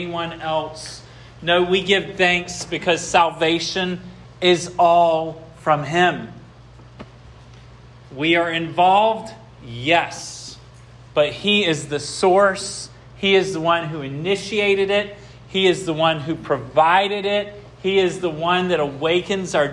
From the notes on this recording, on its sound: This sermon was preached at Hope Fellowship